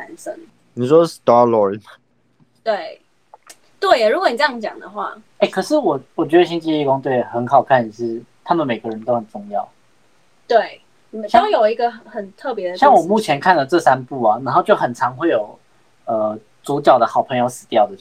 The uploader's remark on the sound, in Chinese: 這集我們第一次用了遠端錄音。所以沒有調整好每個人的音量大小。